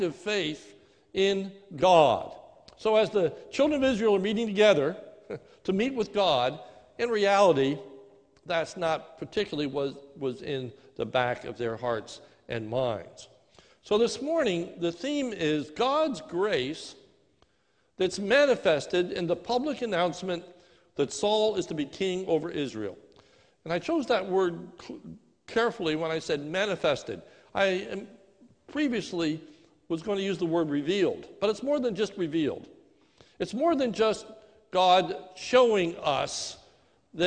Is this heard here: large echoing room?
yes